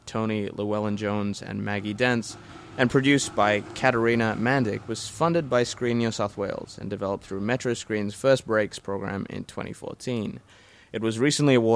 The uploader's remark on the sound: Recorded live at the Brunswick Street Bookstore.